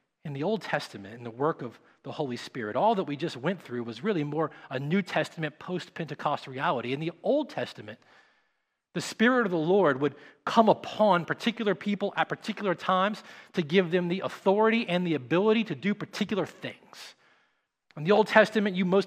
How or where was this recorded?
large echoing room